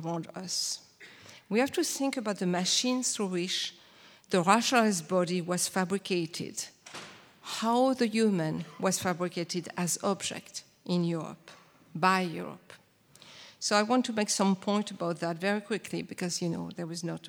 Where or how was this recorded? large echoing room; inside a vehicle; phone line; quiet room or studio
large echoing room